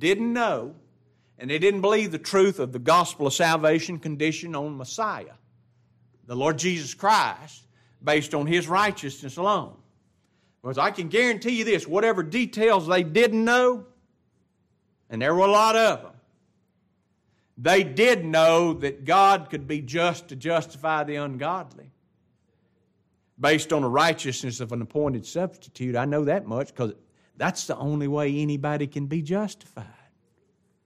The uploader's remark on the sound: It was taught in the adult Bible class at Grace Baptist church of Ruston Louisiana.